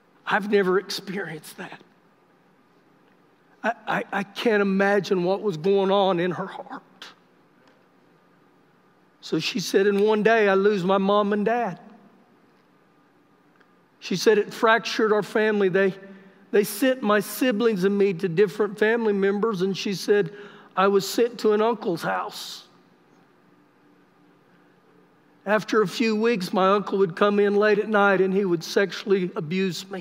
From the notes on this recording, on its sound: Recorded live during our Sunday morning service